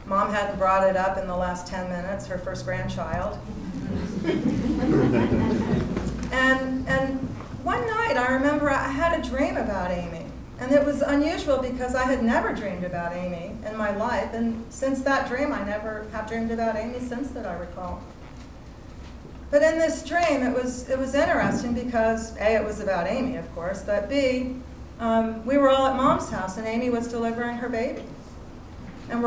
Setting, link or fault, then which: setting, live audience